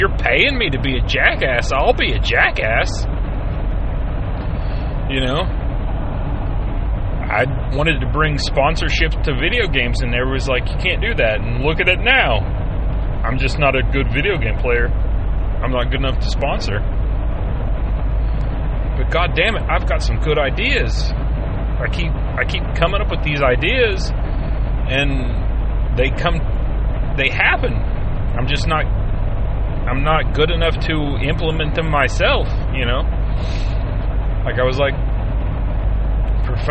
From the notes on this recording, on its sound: He is driving home from work and speaking his mind no filters and no interruptions.